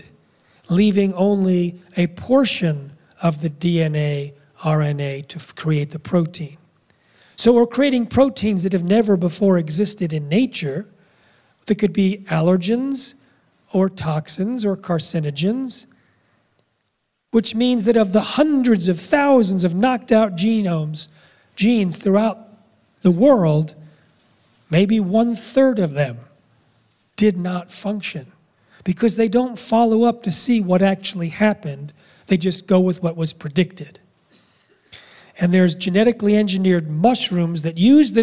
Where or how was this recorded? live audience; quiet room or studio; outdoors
live audience